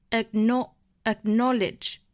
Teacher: 当于是前面是一个爆破音的 k 后面是一个 n 这样的一个辅音前面的这个爆破音呢应该是做一个不完全爆破不要把它读出来